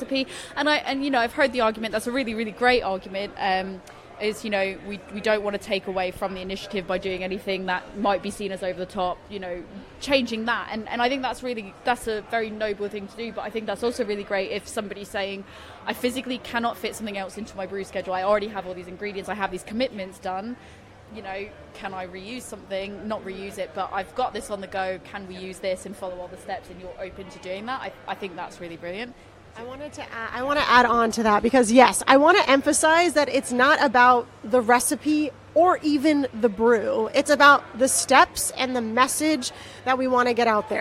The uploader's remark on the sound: while they were at London Craft Beer Festival this summer